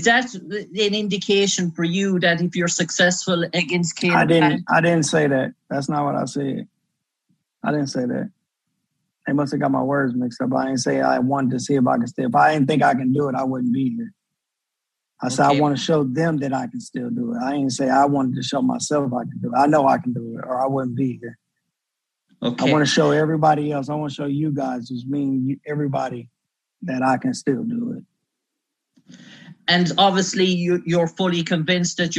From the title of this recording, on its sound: Virtual Press Conference